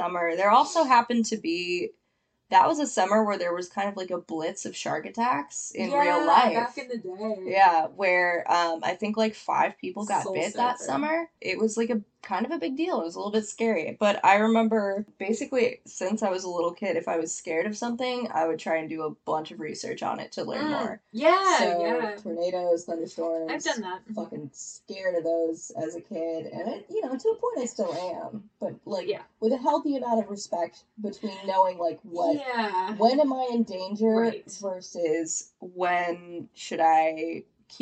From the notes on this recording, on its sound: The Curse of Jaws continues, wreaking havoc on our audio and tech!